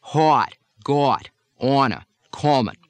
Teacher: Midwestern and Western speakers sometimes round it a bit, hot, got, honor, common. In other regions, such as Boston and Pittsburgh, the vowel is rounded and elongated quite a bit. · Term: short O